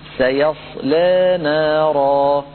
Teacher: ترقيق اللام، ويتعين عليه إمالة الألف التي بعدها إمالة صغرى